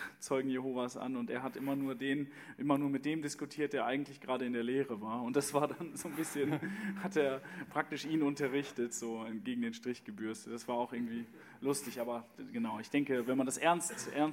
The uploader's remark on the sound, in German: Eine Frage aus unserem Q&A Abend